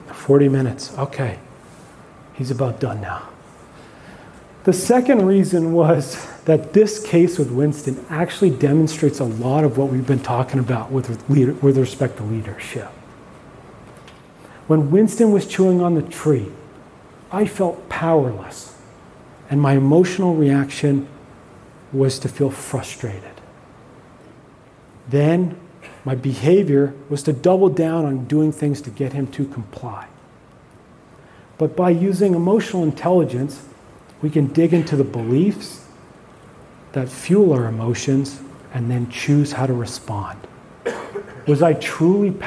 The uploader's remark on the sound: keynote from the MAINSTREAM conference in Melbourne, Australia